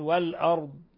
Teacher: لاحظوا إخواني، والأرض ما نقلقل الضاد، ما نقول والأرض ولا، ونخرج الضاد من مخرجها من حافة اللسان مع ما يلي من الأضراس العليا